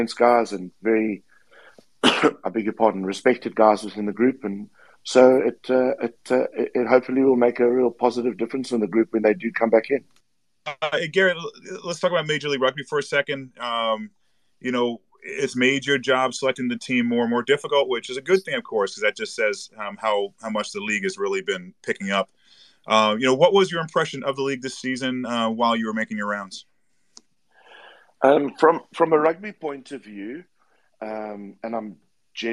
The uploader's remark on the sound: On this replay of Twitter Spaces' "USA Rugby Happy Hour LIVE"